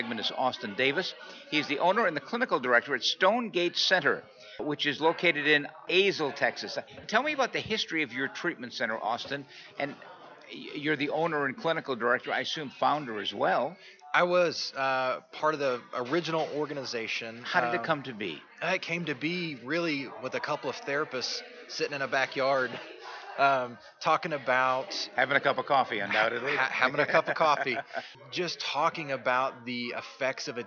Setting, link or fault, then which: setting, busy venue